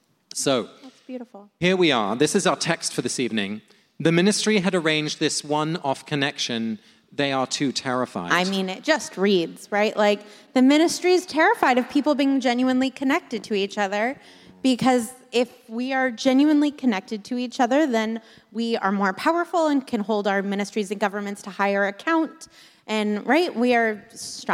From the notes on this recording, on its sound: Live from Washington, D.C. This week we come to you live from our show in Washington, D.C.